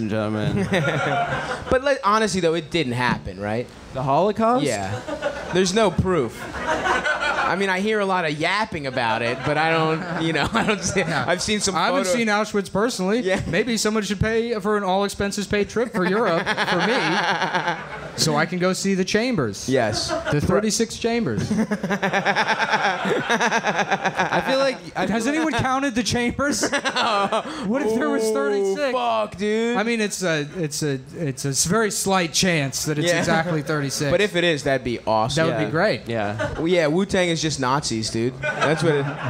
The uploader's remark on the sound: Live at Skankfest Live Show